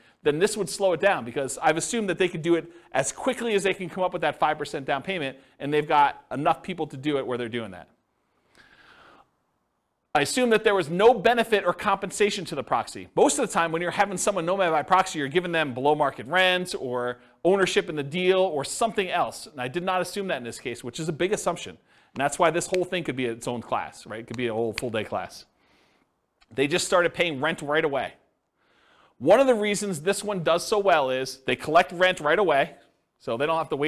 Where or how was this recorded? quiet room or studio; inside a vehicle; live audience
live audience